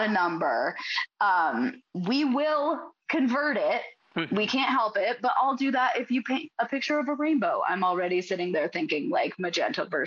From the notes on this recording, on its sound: Due to some technical difficulties on the day of recording, this discussion was recorded on Zoom instead of our usual platform, resulting in some compromised audio quality.